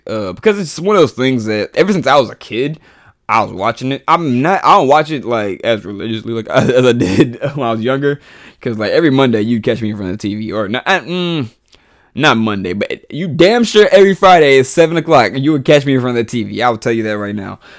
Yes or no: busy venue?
no